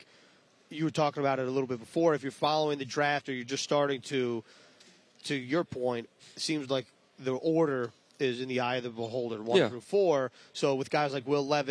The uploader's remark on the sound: live from the 2023 NFL Combine